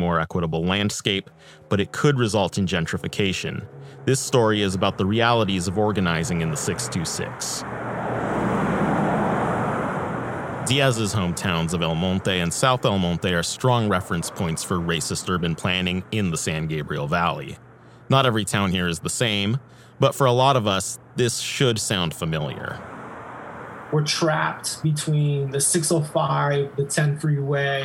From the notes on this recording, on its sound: recording street ambience on Valley Boulevard from the back of his Fairdale bike